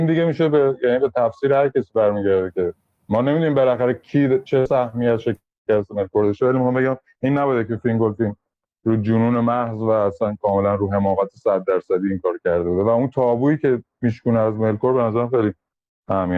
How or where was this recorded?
video call